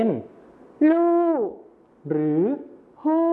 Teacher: รอเรือในภาษาไทยมาตรฐานนะครับไปเป็นพยัญชนะต้นเดียวในภาษาถิ่นอีสานก็คือลอลิงกับฮอนกฮูกนั่นเองครับ